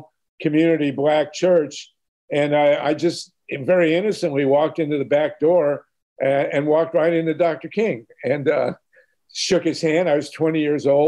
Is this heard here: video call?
yes